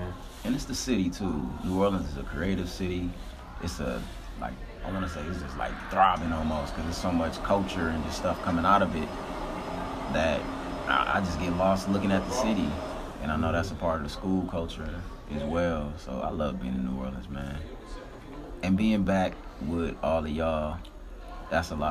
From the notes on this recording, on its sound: In this episode we are coming live from New Orleans at Xavier University of Louisiana’s homecoming.